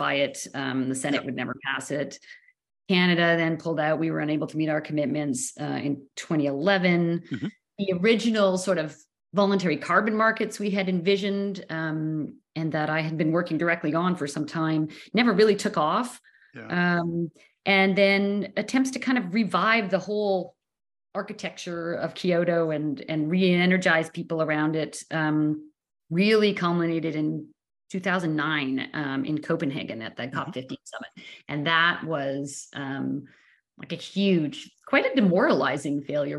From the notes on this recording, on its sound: on Zoom